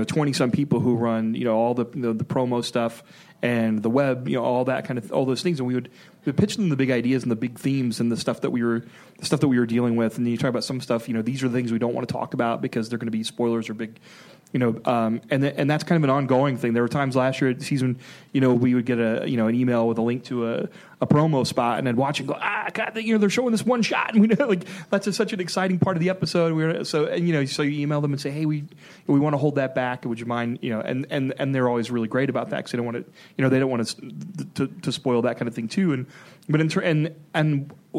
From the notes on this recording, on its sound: Recorded at ATX Television Fest in June 2015.